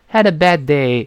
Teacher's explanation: had a 连读 bad day 中间那个的失去爆破